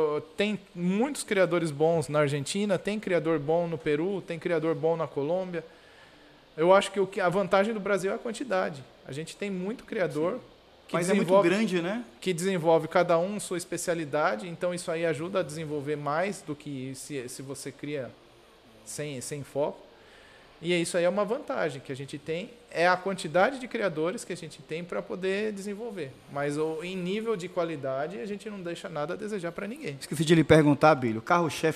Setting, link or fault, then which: setting, busy venue